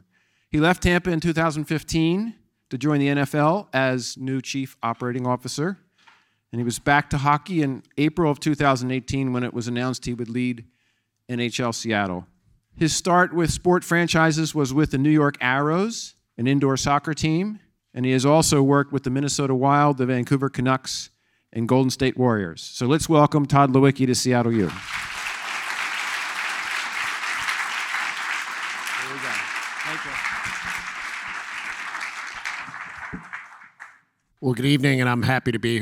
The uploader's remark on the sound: Spoke to a packed Pigott Auditorium. An animated audience.